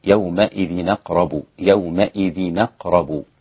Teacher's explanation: نقلنا حركة الهمزة إلى الساكن قبلها عشان ما حدش يتلخبط، حركة الهمزة فتحة، أقرب ننقلها إلى التنوين الساكن في يومئذ فتصير يومئذنا، يومئذنا. · Term: النقل